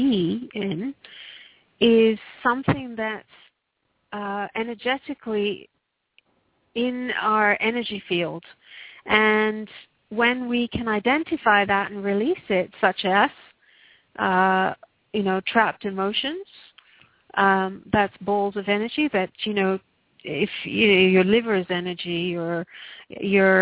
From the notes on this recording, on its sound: Takes your calls for healing live today!